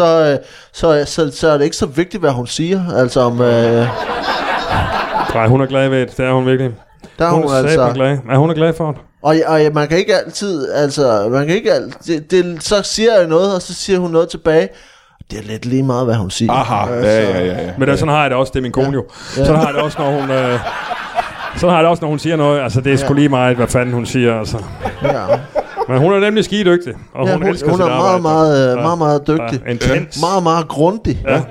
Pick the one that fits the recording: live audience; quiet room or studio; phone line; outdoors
live audience